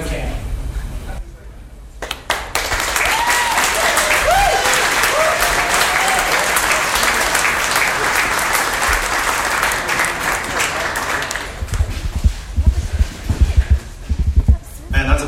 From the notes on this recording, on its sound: Hear Fort Worth Town Hall. It was a very well-attended event, and it was great seeing so many people come together and actually care about what is going on in our scene. This is audio of almost the entire event, we left midway through the Q&A due to previous commitments.